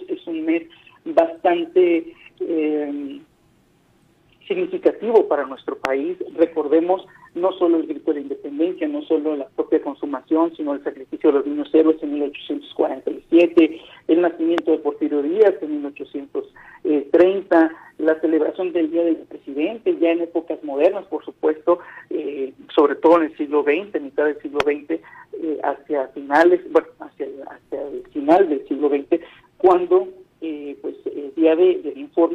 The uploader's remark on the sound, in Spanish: entrevistamos vía telefónica